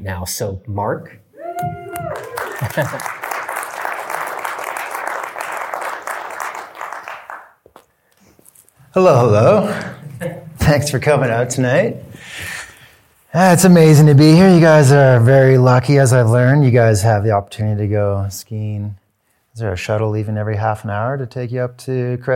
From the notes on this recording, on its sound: Blister Speaker Series. Audience question.